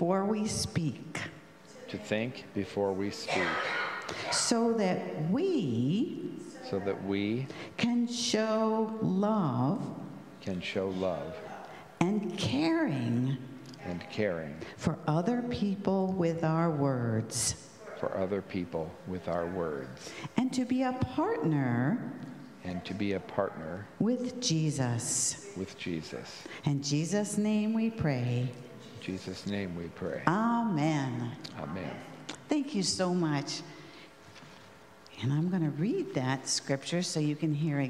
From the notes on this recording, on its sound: At the Pender UMC contemporary service on Sunday, August 20, 2023.